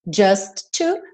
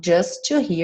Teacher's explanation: Just to, junta num T só